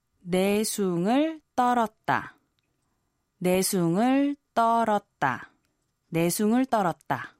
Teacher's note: the statement was used as a rhetorical question with a raised intonation